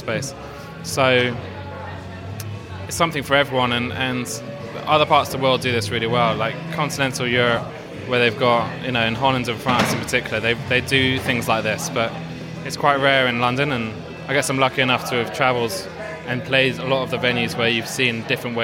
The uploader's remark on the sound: This episode comes to you recorded live from brand new South London venue Omeara, where DIY took over the place to launch our top picks for 2107.